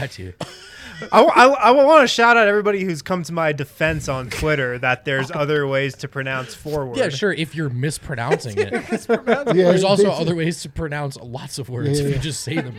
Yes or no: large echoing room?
no